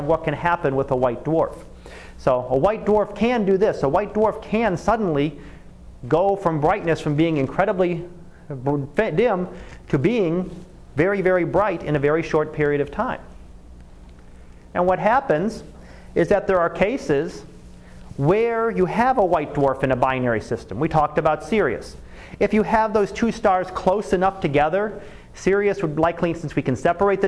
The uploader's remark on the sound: Live Class Lecture